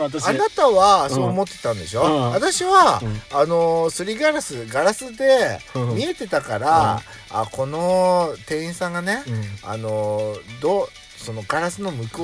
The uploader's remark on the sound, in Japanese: パーキング収録